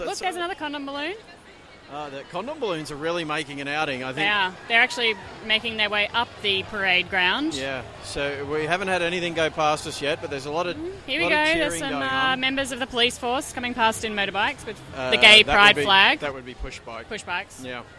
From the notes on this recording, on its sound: We head over the Sydney Gay and Lesbian Mardi Gras and podcast live from the event, join us on a quirky, noisy and fun adventure.